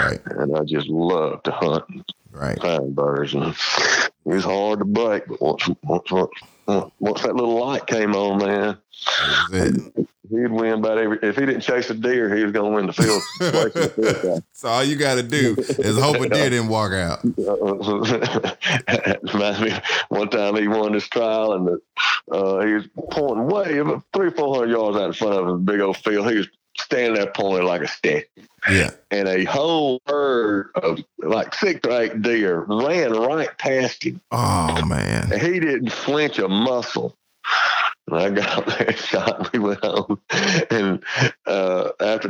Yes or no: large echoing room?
no